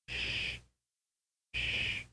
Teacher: the front part of the tongue is in a raised position against the roof of the mouth, and air passes through the constricted opening